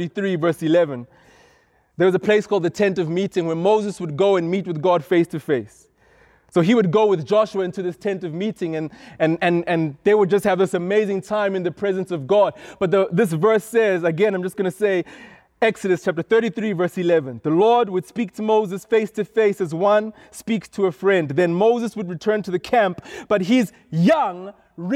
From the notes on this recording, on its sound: This is a sermon I preached at Rhema Youth